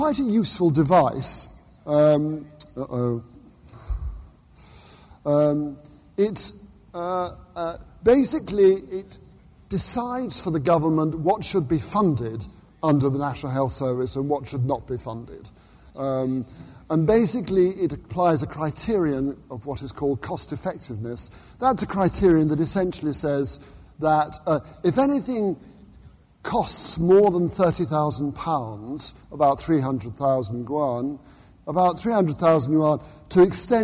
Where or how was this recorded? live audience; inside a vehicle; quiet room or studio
live audience